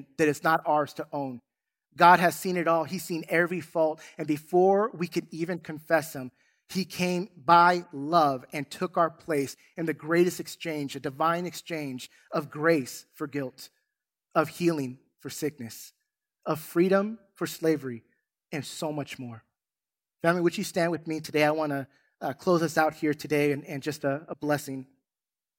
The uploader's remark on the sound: In this Easter Sunday service. Recorded from South Gate Fellowship in Duncanville, TX.